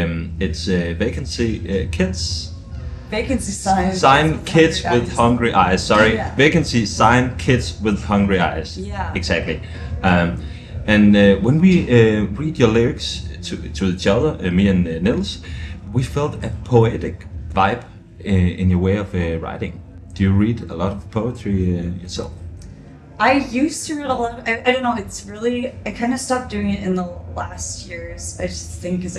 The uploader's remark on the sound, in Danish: Lørdag aften på Reeperbahn Festival